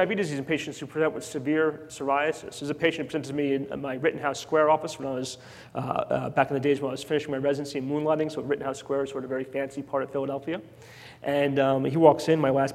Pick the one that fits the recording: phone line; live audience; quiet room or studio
live audience